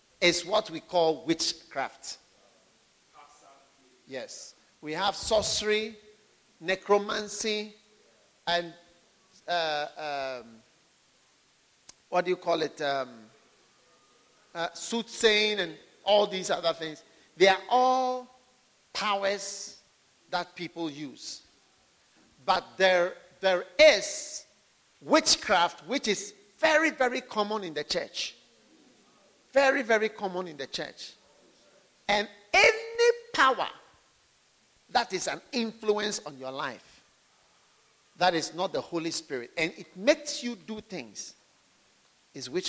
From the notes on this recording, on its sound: Today’s message is from the Sweet Influences of the Holy Spirit camp preached to University Students in Mampong in 2012.